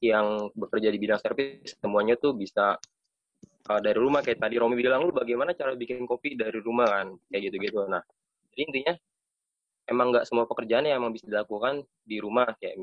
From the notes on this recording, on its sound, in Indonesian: Menggunakan aplikasi Zoom kami coba-coba taping podcast dari rumah. Audio hasil recording by zoom, agak kresek-kresek harap maklum, gunakan earphone untuk kualitas maksimum.